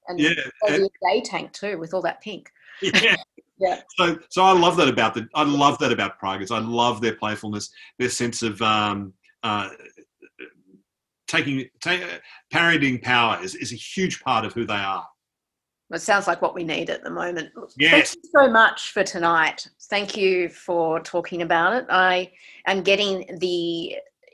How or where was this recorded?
video call